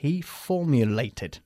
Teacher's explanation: we always pronounce the final E, okay? And we pronounce it like an I